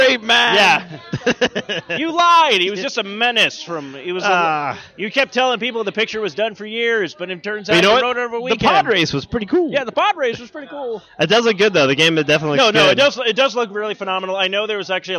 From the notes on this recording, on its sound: This week’s episode is the recording of the Live show at GameStop, Tempe Marketplace for the Midnight release of Second Son! Sony reps were out hitting people with their balls.